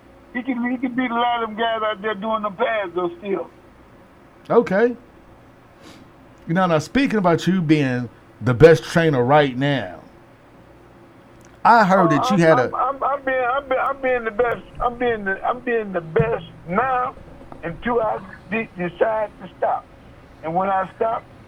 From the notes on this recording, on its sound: Joined in studio. On the phone.